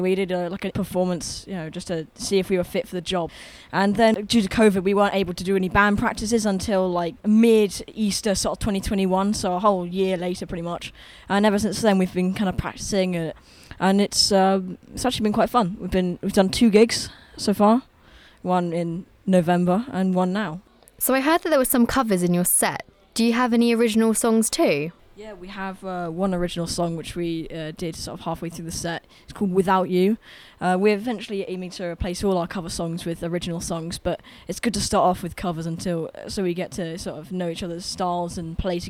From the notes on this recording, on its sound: recorded at The Portland Arms